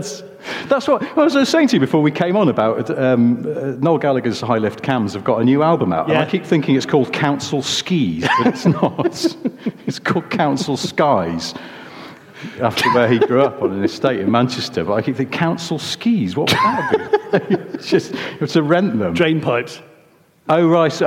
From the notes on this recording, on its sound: Hello London! In front of an audience at the London Concours.